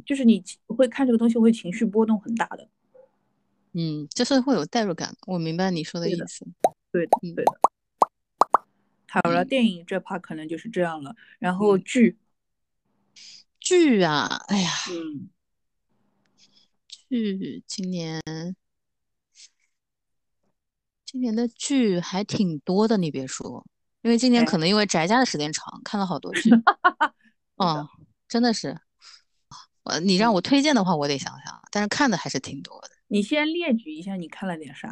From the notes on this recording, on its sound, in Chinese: 采用了线上录制的形式。本次录制花费：没花钱的腾讯会议。